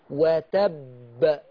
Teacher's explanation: الباء هنا فيها قلقلة، فتقفلي الشفة وتفتحيها بسرعة